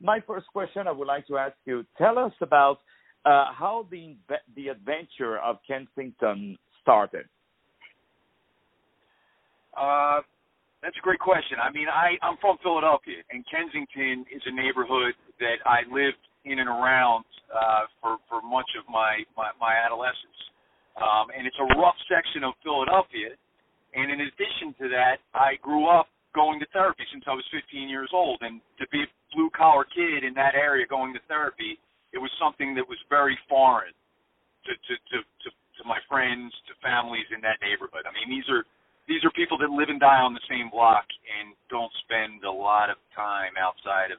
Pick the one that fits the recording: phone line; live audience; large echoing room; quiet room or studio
phone line